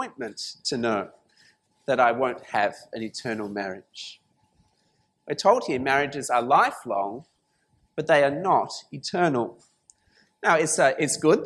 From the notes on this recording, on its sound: This sermon was preached at St Mary's Cathedral, KL on 3rd February 2019.